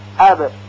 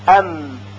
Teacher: بنابراین سر دندانهای ثنایا و زلق لبها که انتهای لبها هست دخالت مستقیم دارن و در حرف با و میم زلق لبها که گفتیم یعنی انتهای لب، یعنی سر لبها دخالت دارن، زیرا زلق دو لب و این دو حرف تلفظ می شوند، با این تفاوت که در حرف با تری دو لب و در حرف میم خشکی دو لب روی هم قرار می گیره و صدای حرف میم از خیشوم به صورت غنه خارج می شه.